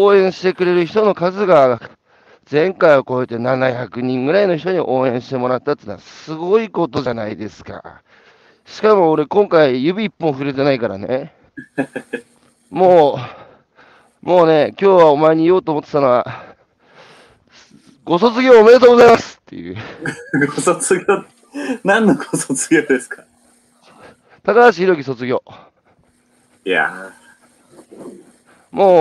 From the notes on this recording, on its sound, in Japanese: 歩くラジオ。歩きながら1時間、対談する。